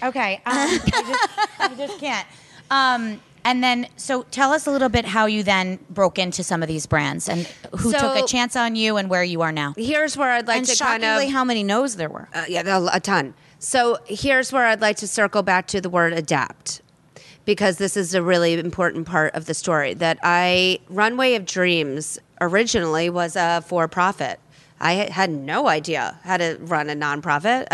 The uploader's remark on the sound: Podcast live from The CoCo in Summit, NJ.